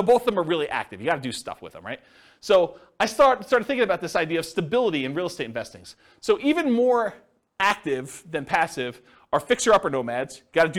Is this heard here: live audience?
yes